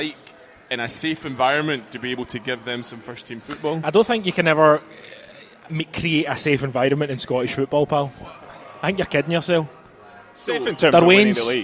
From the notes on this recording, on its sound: Cynic Live Lunch. Another Cynic Live Video broadcasted from Platform at the Argyle Street Archers.